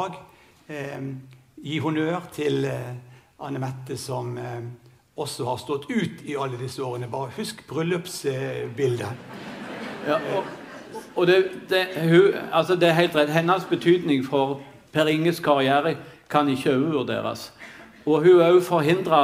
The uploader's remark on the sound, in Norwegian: Innspilt i kinosal 1 på Sølvberget bibliotek og kulturhus